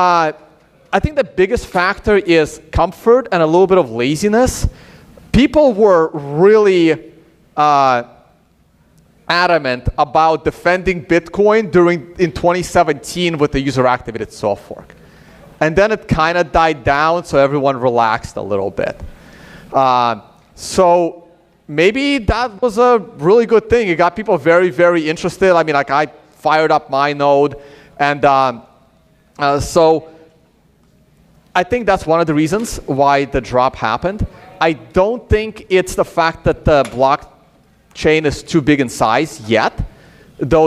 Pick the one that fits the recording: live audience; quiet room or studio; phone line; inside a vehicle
live audience